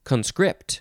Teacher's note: Second syllable is emphasized.